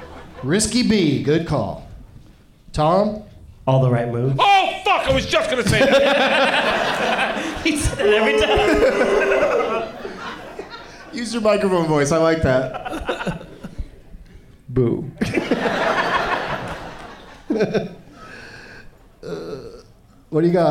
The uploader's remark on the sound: Live from the Funny Bone in Columbus, OH